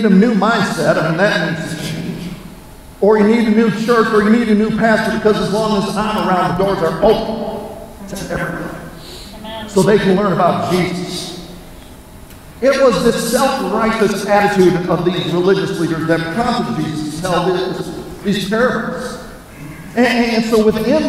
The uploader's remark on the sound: We apologize for the poor sound quality.